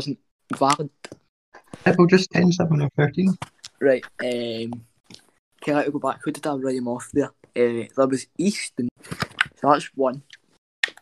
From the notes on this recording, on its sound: the audio in this episode was quite weird for some reason